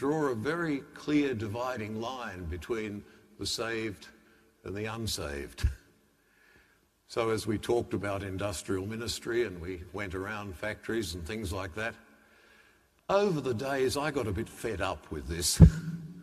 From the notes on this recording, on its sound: The homily from Sacred Heart Cathedral, Hamilton